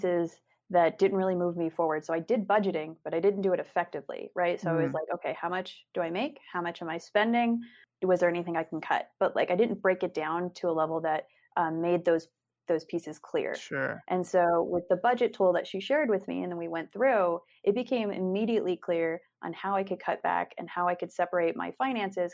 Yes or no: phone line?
no